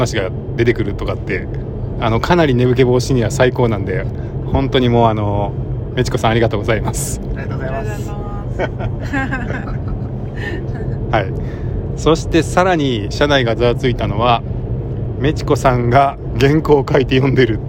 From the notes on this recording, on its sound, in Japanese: 8/26 朝のドライブ（録り直し）